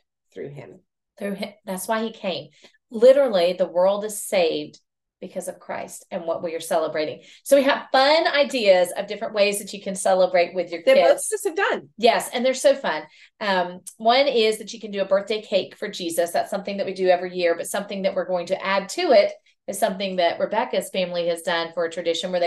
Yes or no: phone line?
no